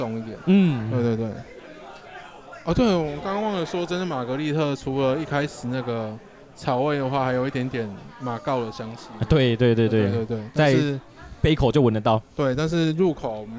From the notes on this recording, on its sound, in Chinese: 錄音地點：Bar Mozaiku - 馬賽克酒吧。錄音設備：Shure SM58+Shure beta58 + Superlux TM58S + ZOOM H6 + ZOOM XYH-6。